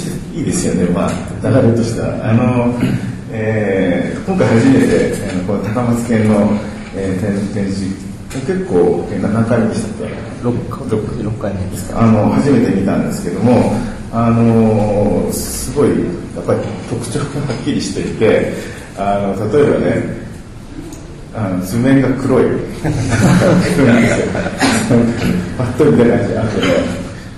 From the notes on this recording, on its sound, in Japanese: …研究室作品展「the horizon」公開収録。今日は、京都で行なわれている京都大学…研究室の展覧会会場から公開収録を行ないます。